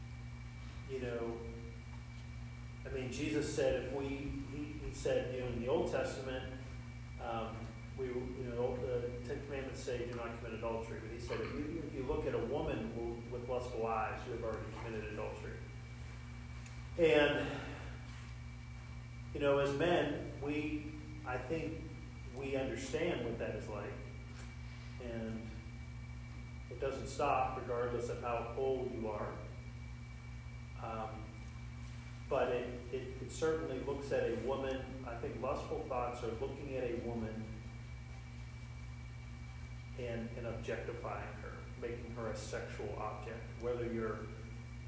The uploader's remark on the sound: Our apologies for the audio quality--we know it is not excellent